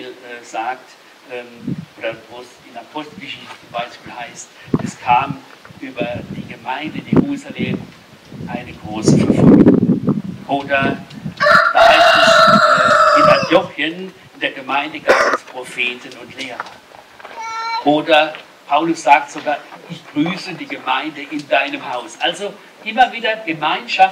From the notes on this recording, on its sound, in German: Diese Predigt wurde im Rahmem des "Gottesdienst im Grünen", also eines Gottesdienstes an der frischen Luft, aufgenommen, weshalb leider einige Hintergrundgeräusche auf der Audiodatei zu hören sind.